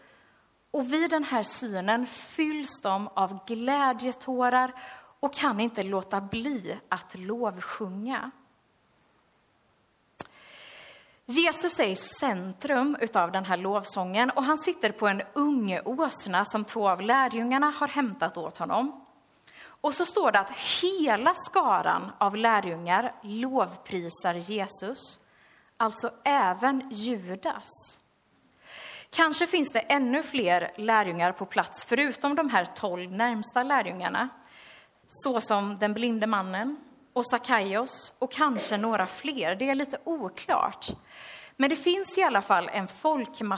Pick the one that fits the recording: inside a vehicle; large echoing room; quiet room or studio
large echoing room